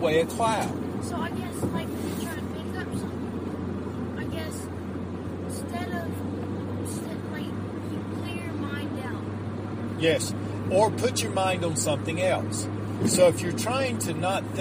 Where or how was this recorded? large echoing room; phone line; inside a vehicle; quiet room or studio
inside a vehicle